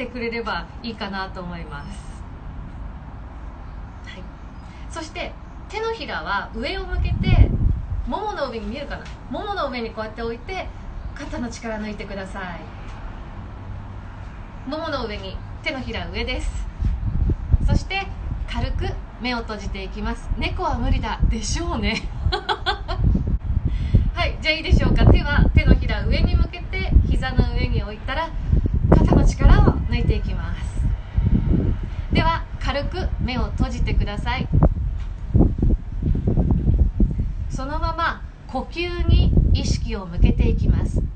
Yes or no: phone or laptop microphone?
yes